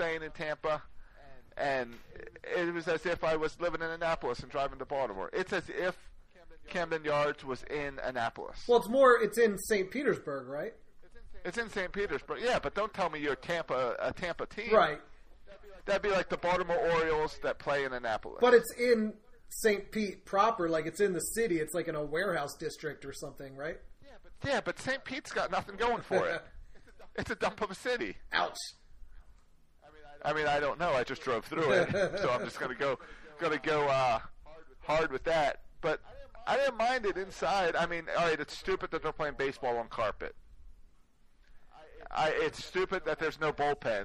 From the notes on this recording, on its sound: We apologize for the audio quality. For not taking all the podcast gear with him when he left his home.